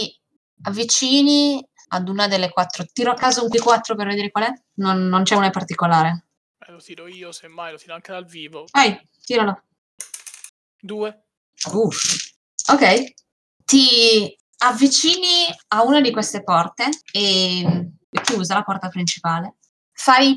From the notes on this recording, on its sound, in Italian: Purtroppo la qualità audio non è delle migliori, siamo dei poracci e giochiamo via Discord registrando con "Craig Records!", ma dovreste aver già notato dei miglioramenti!